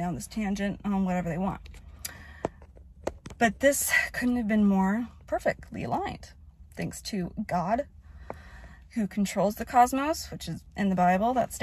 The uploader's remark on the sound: Sitting in my car